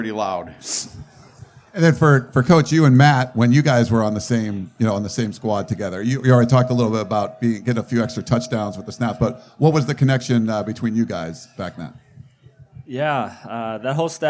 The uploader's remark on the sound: This podcast is a recording of a live event called Inside USC Football held at The Lab across from the USC campus